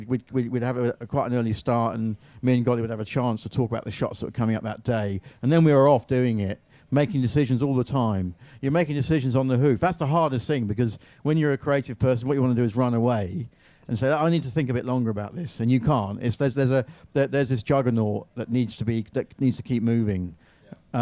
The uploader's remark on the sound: at the Apple Store, Regent Street in London